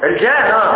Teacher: الغنة النون المشددة نقف عليها بالغنة بمقدار حركة